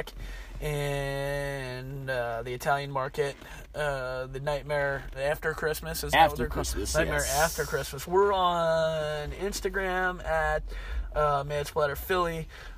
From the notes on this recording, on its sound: shoot the shit for a little while outside a gig in PA